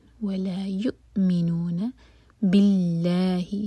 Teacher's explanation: اللہ تعالیٰ کے نام میں جو لام ہے وہ لائٹ ہوگا